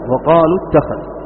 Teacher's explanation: ليس مد لازم بل تحذف الواو، تضم اللام وتنطق التاء